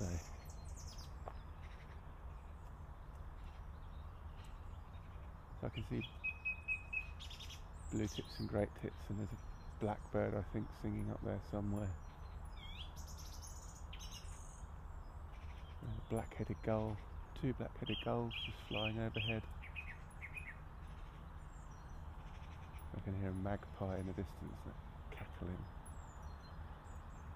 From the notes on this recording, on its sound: A binaural edition - best listened to via headphones. A morning dog walk and audio ramble.